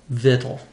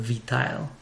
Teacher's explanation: English incorporated the word and just shifted the stress to the first syllable · Shown in: first take · vital, instead of vitile.